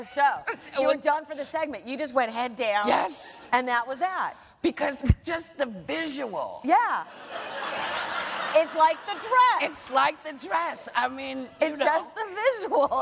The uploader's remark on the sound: The conversation was recorded on Oct 25, 2017 in front of a live audience at New York's 92nd Street Y.